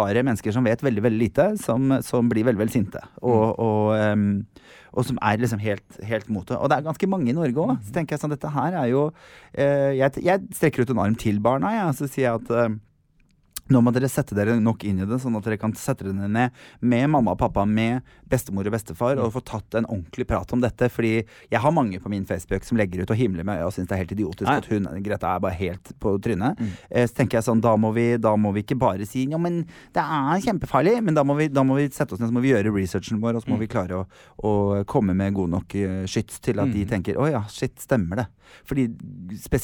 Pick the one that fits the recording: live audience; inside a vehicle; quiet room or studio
quiet room or studio